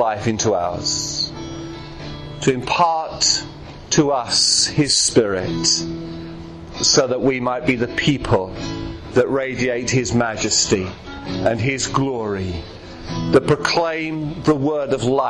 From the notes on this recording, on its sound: preaching at Clacton Elim Pentecostal Church